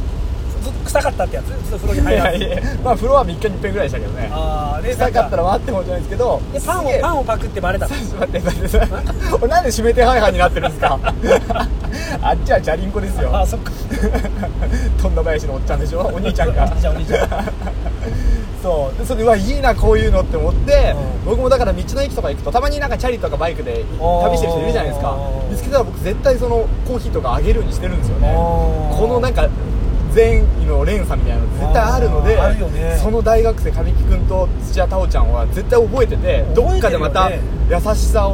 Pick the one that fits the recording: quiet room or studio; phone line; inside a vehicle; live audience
inside a vehicle